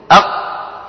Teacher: القاف والطاء والباء والجيم والدال والهمزة، هذه 6 لا يجري معها لا نفس ولا صوت